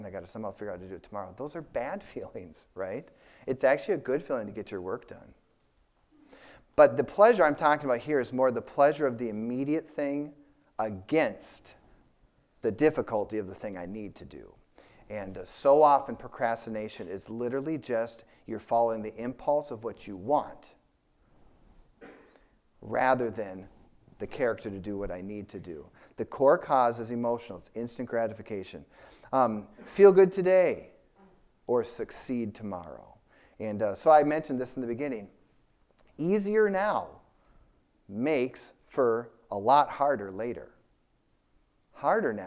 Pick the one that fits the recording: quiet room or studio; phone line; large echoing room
large echoing room